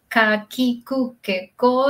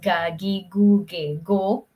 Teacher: la ka, ki, ku, ke, ko, le colocas la vibración y tienes ga, gi, gu, ge, go